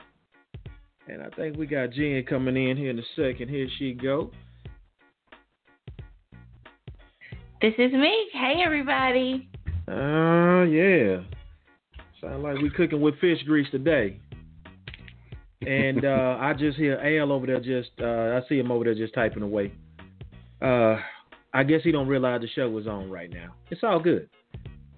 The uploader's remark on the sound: the phone lines will be open